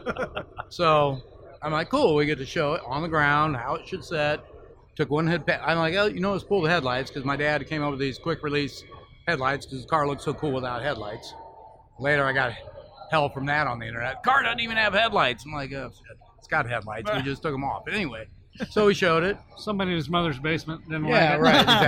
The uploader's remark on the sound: joined the Gearheads live in The Round Six Experience at the Grand National Roadster Show